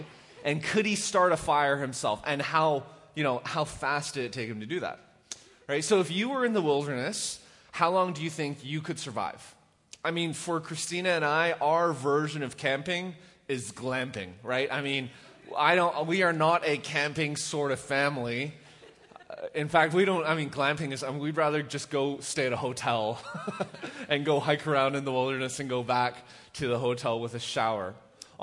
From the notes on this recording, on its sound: Recorded live at The Fellowship at Two Rivers